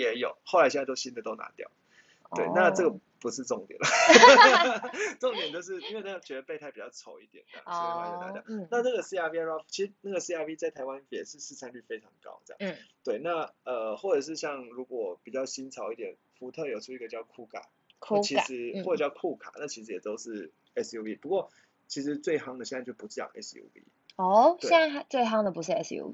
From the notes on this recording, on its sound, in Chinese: 抱歉EP1-7收音較差。